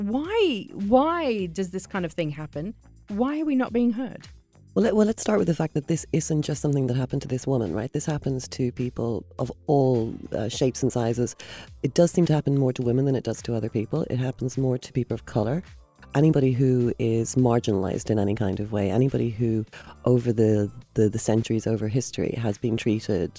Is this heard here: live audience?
no